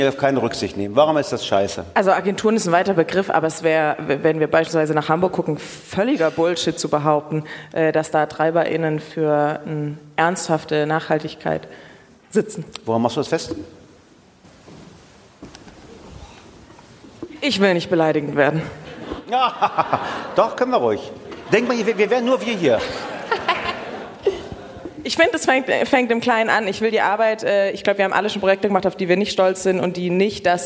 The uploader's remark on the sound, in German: Live vom BAM! Bock auf Morgen Festival 23